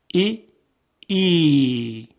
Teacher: و اگر همین صداهای کوتاه رو ما بکشیم، در لهجه عربی فصیح تبدیل میشه به صداهای کشیده. یعنی وقتی صدای کسره در عربی فصیح کشیده بشه، تبدیل میشه به صدای یا مدی